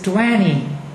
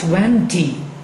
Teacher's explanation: When we go to American language, we hear this twanny. The t disappeared because of nasal n and e at the end · Shown in: first take · twanny. There's no more twenty.